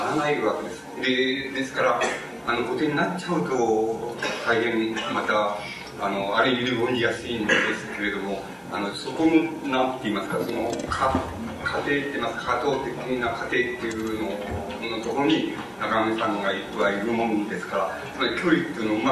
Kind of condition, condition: fault, background noise